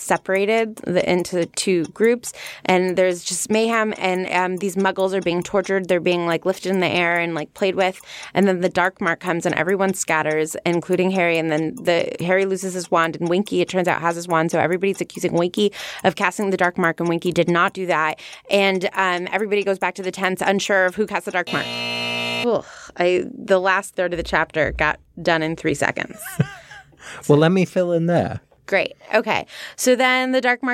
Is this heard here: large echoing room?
no